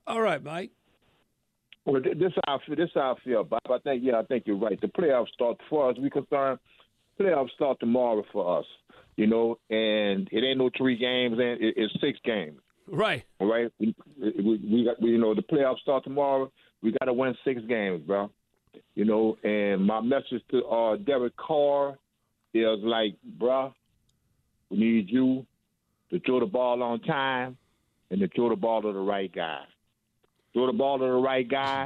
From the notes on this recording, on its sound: Talk to callers. Some audio from the Saints soundbank.